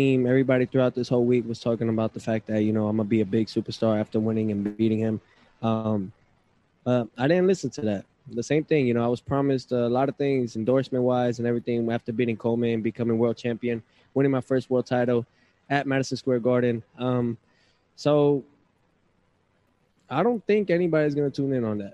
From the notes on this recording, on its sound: Post fight Press Conference